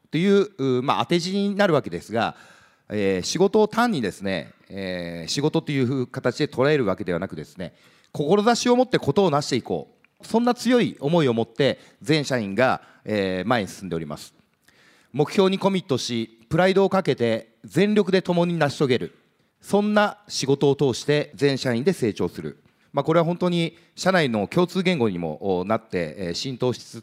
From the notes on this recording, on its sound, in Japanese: 東京・三田の建築会館ホールで行われた「ラジオNIKKEI 相場の福の神 注目企業ＩＲセミナー」